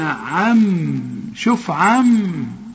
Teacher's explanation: النون ديت كأنها ميم، ادغام بغنى عم، شوف عم، مش تقول عم، لا ما تستعملش لسان كأنها ميم وميم.